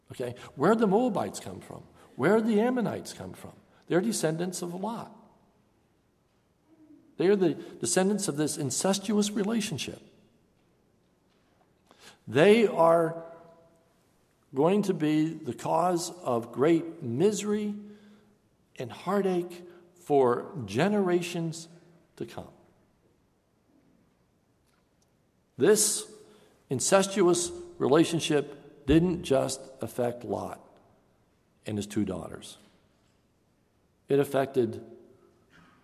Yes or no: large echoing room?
yes